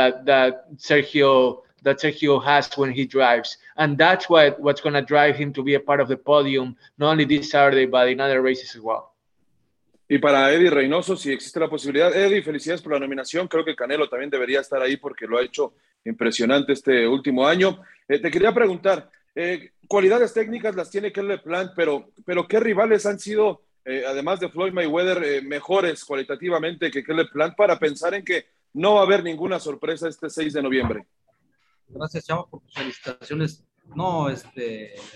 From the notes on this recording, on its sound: will hold a Zoom conference call